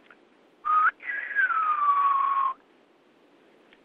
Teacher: And so you see that you got that high vowel in there, the E of the O, and you can hear how the melody line goes up. It's been boiled down to 4 consonants and 4 syllables.